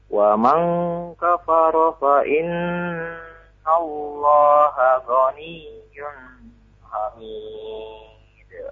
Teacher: Perhatikan ikhfa-nya, gunnahnya dua harakat.